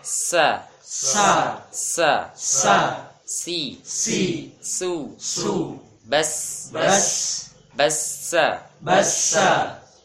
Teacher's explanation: suaranya tajam, lidah masih di gigi seri bawah · Term: sofir